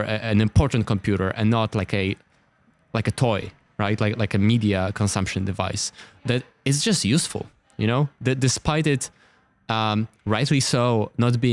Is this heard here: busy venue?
yes